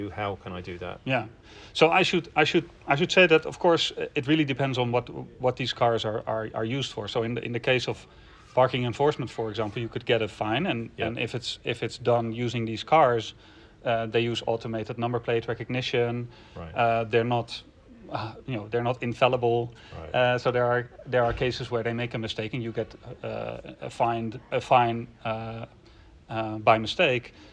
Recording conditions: busy venue